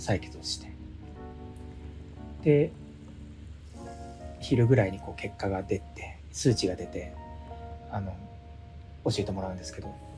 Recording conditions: background noise